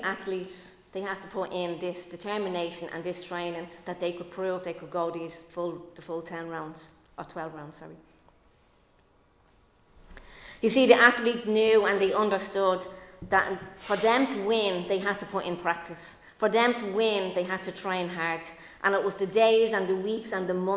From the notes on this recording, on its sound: Recorded live in Liberty Church on 24 April 2022